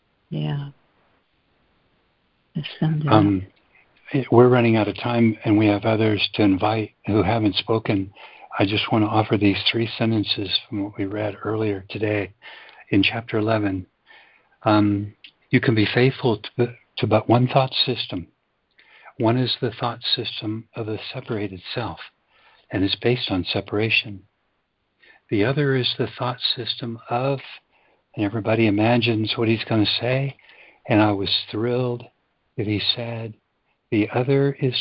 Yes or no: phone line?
yes